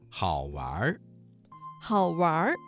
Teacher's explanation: 这个词当中的玩加了一个卷舌音，形成了儿化音。